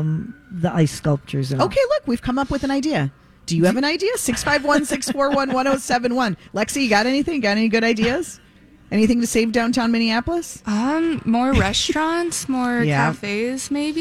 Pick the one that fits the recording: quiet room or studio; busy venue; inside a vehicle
busy venue